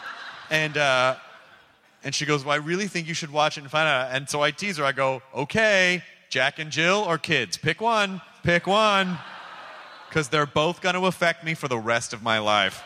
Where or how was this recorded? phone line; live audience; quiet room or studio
live audience